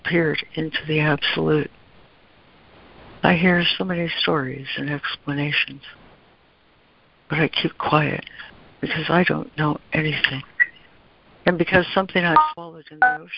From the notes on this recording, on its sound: ACIM Daily Conference Call